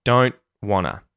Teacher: want to becomes wanna, and you'll often hear the T at the end of don't and doesn't get muted as well.